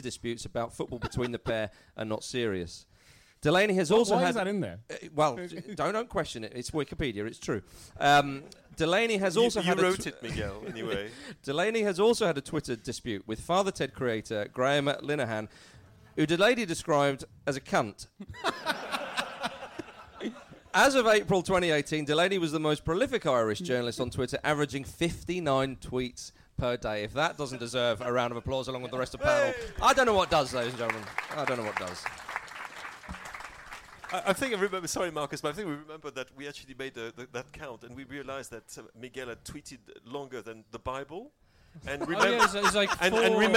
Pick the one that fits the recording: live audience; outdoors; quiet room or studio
live audience